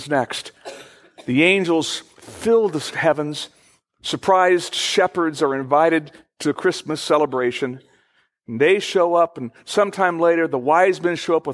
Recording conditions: large echoing room